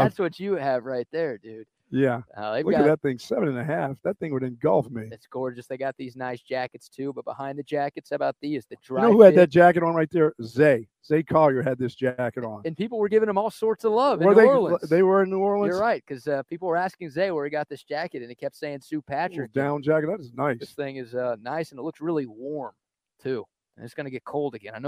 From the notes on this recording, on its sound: LIVE from Sue Patrick on Burnet Rd!